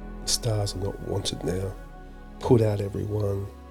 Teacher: the harsh and explosive use of T, D, and P sounds · Term: plosive sounds